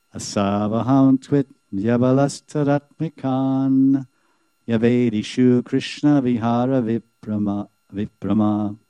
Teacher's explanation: the last syllable or akshar of line three continues to the consonant. The vowel continues to the next consonant. · Term: sandhi